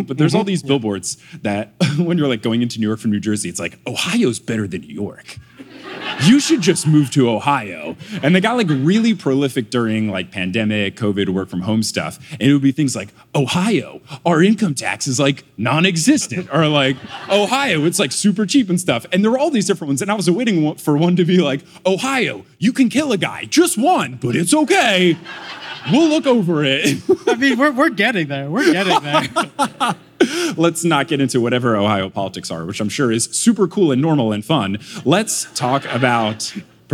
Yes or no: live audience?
yes